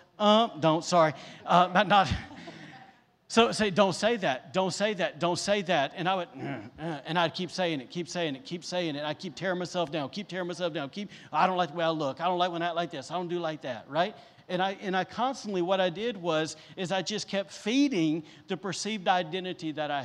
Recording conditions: live audience